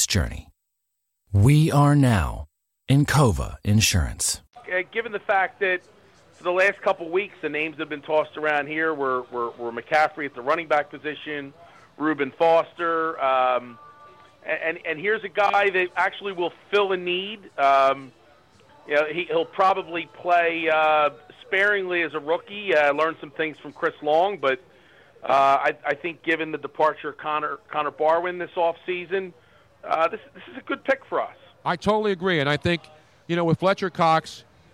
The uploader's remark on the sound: We were LIVE from the #NFLDraft2017 Philadelphia for 6 HOURS. LIVE from the Draft Headquarters in Philadelphia.